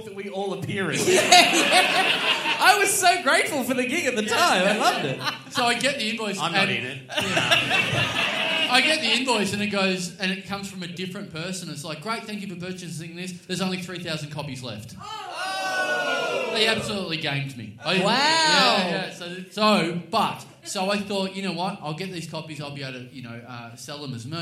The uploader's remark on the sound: LIVE in Melbourne to a sold-out crowd. Given that it's a live show, there's shots being done onstage and people in the crowd yelling at us.